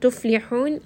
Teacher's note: Wattaqullaha la'allakum, meem is going to have tawassut. Tuflihun, fa is going to have a sukoon. So just make sure you stay on that fa for a little bit.